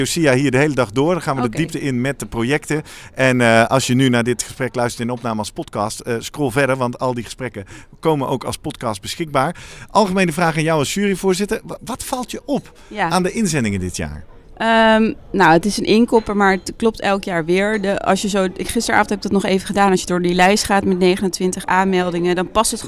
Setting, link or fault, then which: setting, busy venue